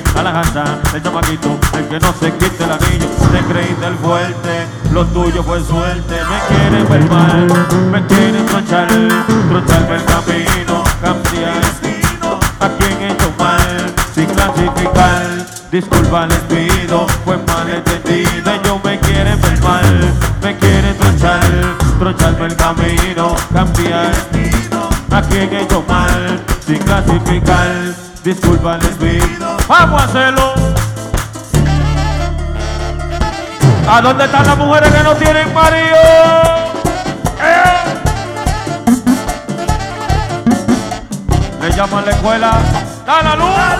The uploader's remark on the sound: Live Party After 7 Lounge Virginia